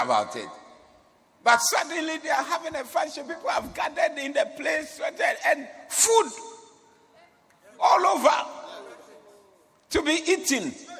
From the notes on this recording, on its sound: Preached at the Doxa Service